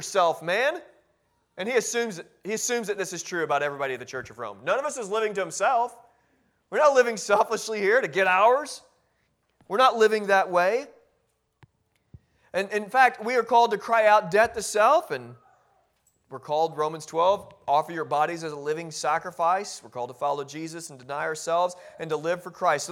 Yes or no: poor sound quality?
no